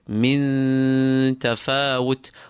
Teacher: So light noon, you pull that noon, you apply gunna to it, and whilst pulling it, whilst applying the gunna, you are preparing your mouth for the ta that follows. · Term: ikhfa